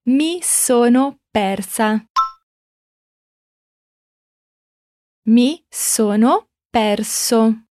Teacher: o R que dá uma vibradinha lá no céu da boca bem rapidinho